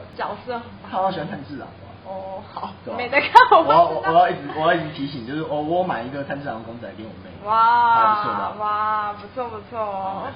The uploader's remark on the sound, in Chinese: 因為錄音地點附近是校園所以會有鐘聲XDD還請大家多多見諒ㅠㅠ。因為是頻道草創時期，所以有雜音或是音質上的問題還請大家見諒。